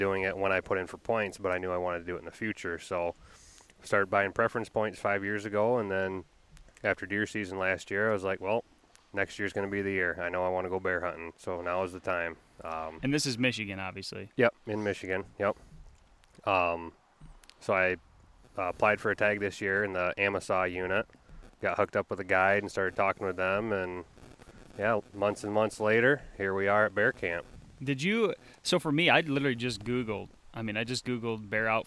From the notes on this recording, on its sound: Coming to you live from bear camp in the upper peninsula of Michigan